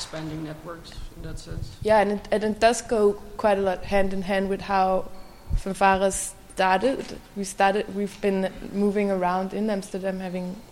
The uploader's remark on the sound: Live at Chaumont International Design Biennial. A live recording of a conversation we had in front of the audience at the Chaumont Design Biennial.